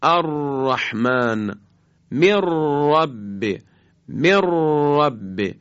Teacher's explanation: از قطع و وصل خیلی سریع نوک زبان با برجستگی عقب لثه دندانهای صنایعی بالا هست که البته همراه با ارتعاش تارهای صوتیه، که لذا این بارها سری وقتی تکرار میشه میگن صفت تکریر داره، صفت تکریر به این خاطر میگیم.